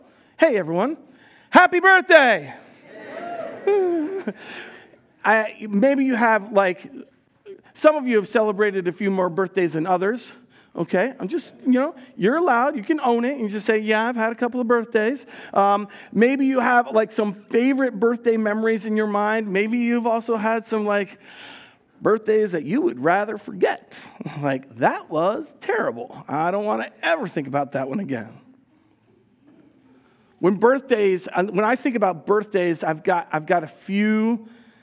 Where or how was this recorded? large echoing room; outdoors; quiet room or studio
large echoing room